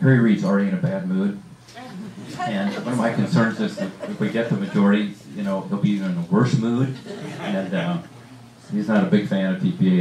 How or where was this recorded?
live audience